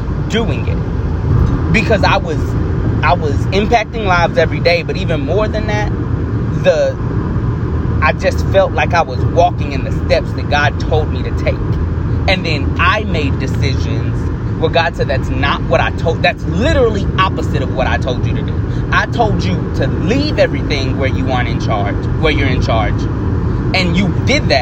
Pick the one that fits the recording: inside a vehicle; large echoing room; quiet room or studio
inside a vehicle